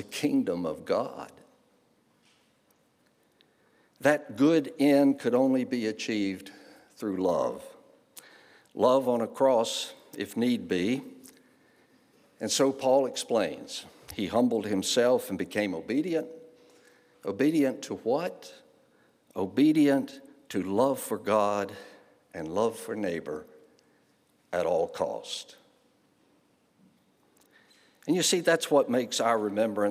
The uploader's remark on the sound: guest preacher at Home Moravian Church, Winston-Salem, NC